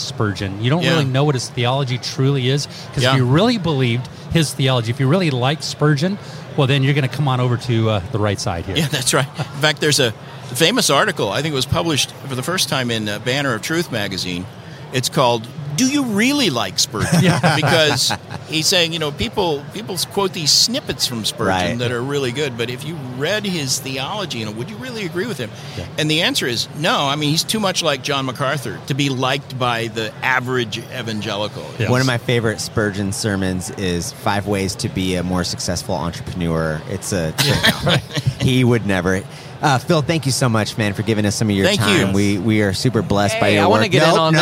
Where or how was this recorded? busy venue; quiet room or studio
busy venue